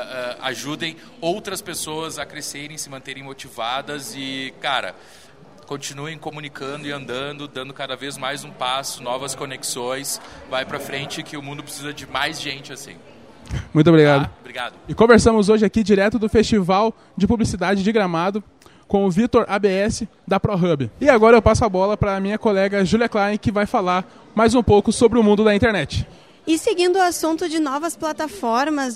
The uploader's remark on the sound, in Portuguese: Episódio especial direto do Festival Mundial de Publicidade de Gramado